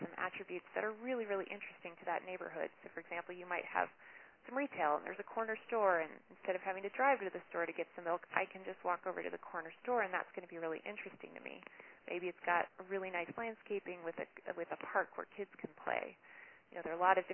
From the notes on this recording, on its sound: Our speakers on this call were